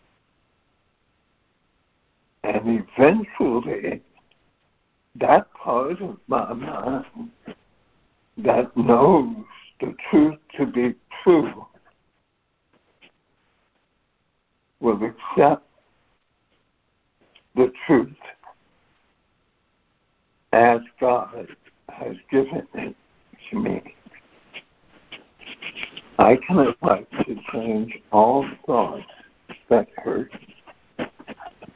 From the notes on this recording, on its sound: ACIM Daily Conference Call.